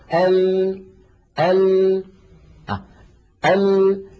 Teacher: إذن اللام لم يجري معها الصوت جريانا تاما ولم ينحبس انحباسا كاملا، لذا عدها علماؤنا من الحروف بين الرخوة والشديدة. · جربوا هكذا ال ال ال، الصوت يخرج من هنا، هنا الرئتين، الهواء يخرج، لما يصل إلى الفم يجد هذه المنطقة قد انقفلت تماما، فيضطر الصوت أن ينحرف بعضه عن يمين اللسان وبعضه عن يسار اللسان ثم يتابع طريقه إلى الخارج. انظروا هكذا هذه المنطقتين، منطقة حرف الضاد اللي هو حافتي اللسان مفتوحة ليس فيها انسداد، فالهواء الخارج من الداخل يصطدم بمقدمة اللسان التي قد انقفلت تماما، فيضطر الصوت أن ينحرف يمنة ويسرى ليتابع طريقه إلى الخارج. · Term: صفة الانحراف